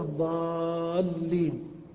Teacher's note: والموضع الثاني أن يكون الحرف الأول حرفين والثاني حرفا مشددا، نحو الضالين، الساكن الأول الألف والساكن الثاني اللام المشددة · Term: التقاء الساكنين